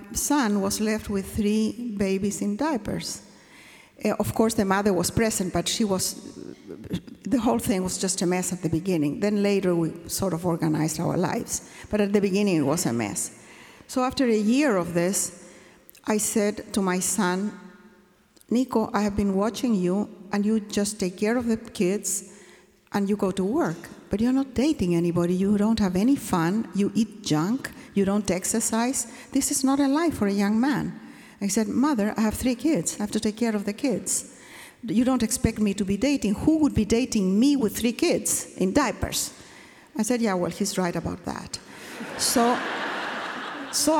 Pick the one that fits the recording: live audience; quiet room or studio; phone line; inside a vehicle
live audience